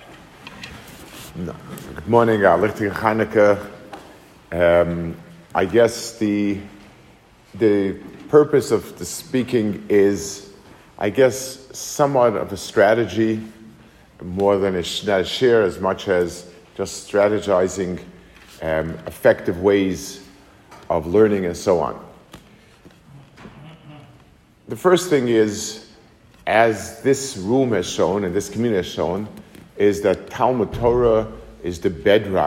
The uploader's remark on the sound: Delivered to the Kollel in Atlanta, GA.